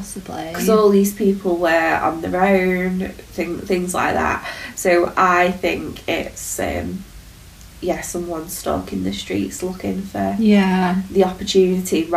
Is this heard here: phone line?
no